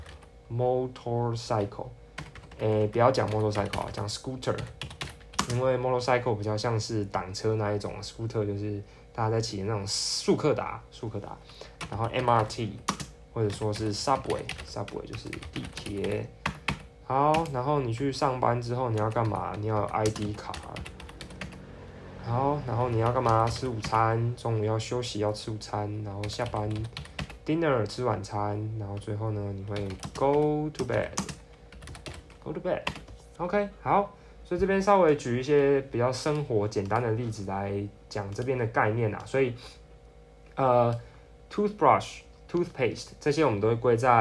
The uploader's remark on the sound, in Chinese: 電腦只錄了4分鐘，手機也只有錄到三十八分鐘。(手機旁邊錄音請見諒)。